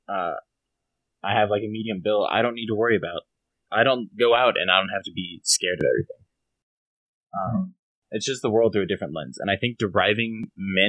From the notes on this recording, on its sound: Apologies for the audio issues in this one!